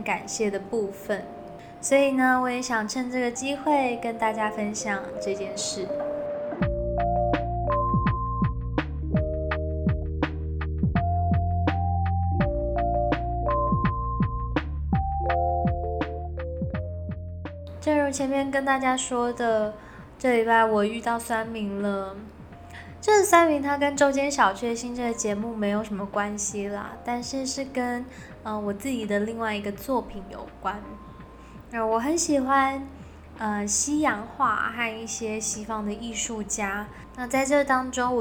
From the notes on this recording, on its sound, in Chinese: 本集換了個場所錄音，比較多雜音，敬請各位聽眾見諒